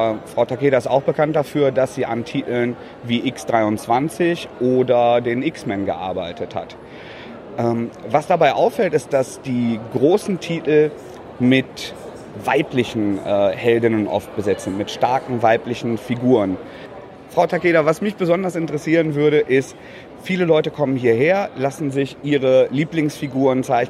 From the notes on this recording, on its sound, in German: Aufgenommen wurde das Gespräch 2016 in Dortmund auf der "German Comic Con".